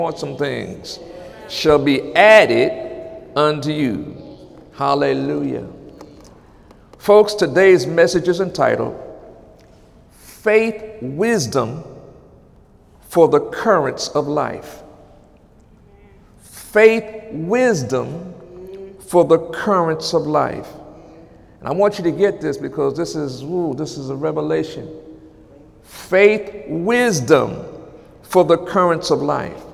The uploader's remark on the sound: During Wednesday night service on August 16, 2017